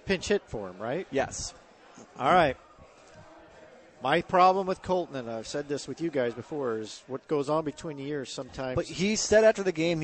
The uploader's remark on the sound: broadcasting live from Hot Shots in Saint Charles